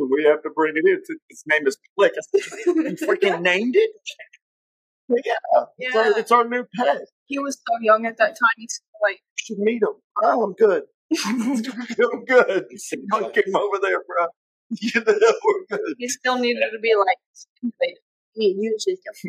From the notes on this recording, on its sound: I DID MY BEST TO EDIT THE SOUND TO MAKE IT AS CLEAR AS POSSIBLE. I AM STILL LEARNING AND SOMEDAY WONT HAVE THIS ISSUE.